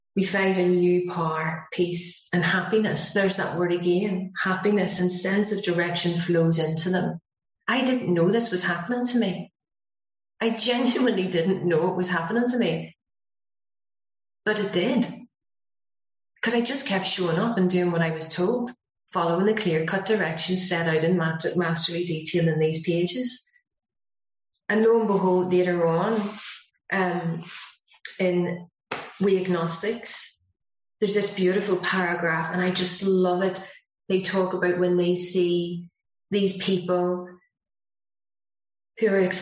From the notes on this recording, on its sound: Speaking at the Broken Elevator zoom meeting.